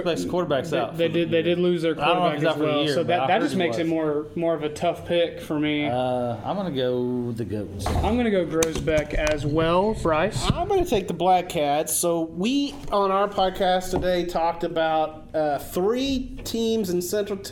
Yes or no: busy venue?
yes